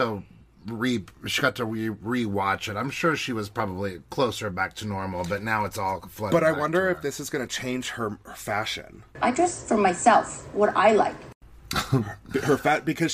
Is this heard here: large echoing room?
no